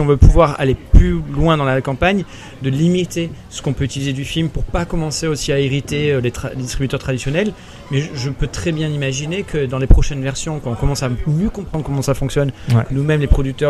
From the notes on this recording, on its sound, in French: Cannes 2023. Interview en direct du festival de Cannes.